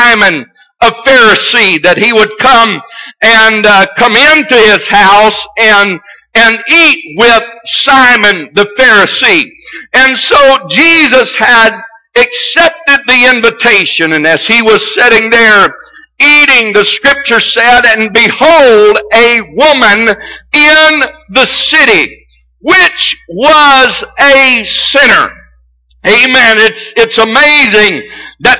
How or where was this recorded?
large echoing room